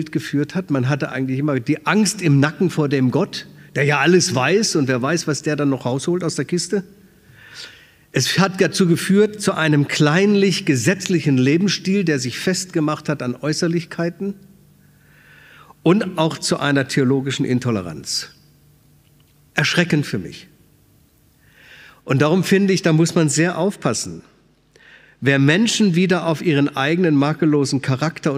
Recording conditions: large echoing room